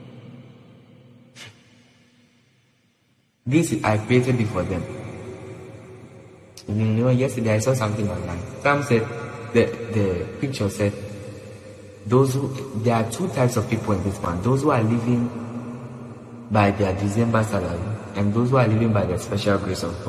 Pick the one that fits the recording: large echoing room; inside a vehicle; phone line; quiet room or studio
large echoing room